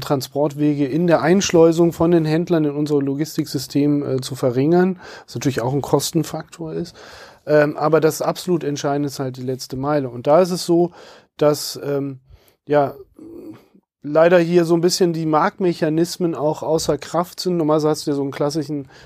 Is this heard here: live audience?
no